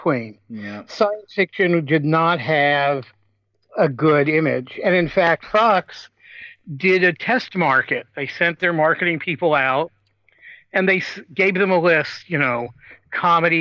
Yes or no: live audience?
no